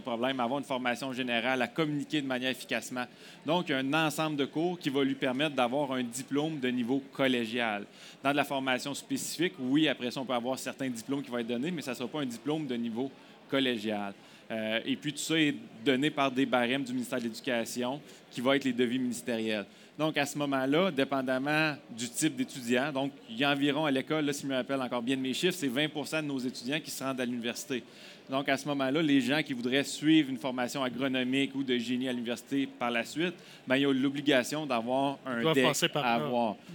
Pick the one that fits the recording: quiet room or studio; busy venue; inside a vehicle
busy venue